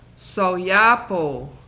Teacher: Long O doesn't glide into a W.